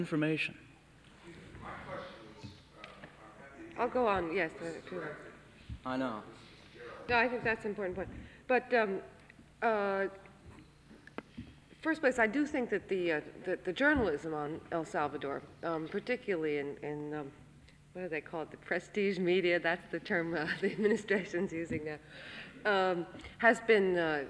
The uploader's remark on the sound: This is a confrence hosted by PEN America with a panel of Authors.